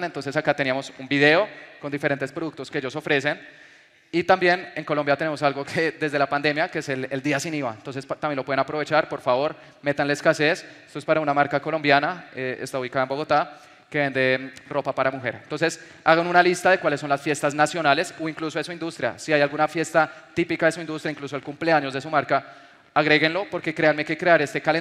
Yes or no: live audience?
yes